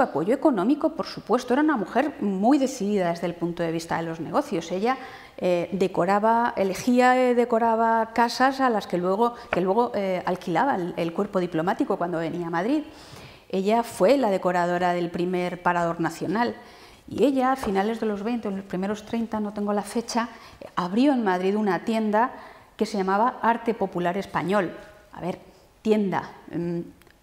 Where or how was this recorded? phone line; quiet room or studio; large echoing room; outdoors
large echoing room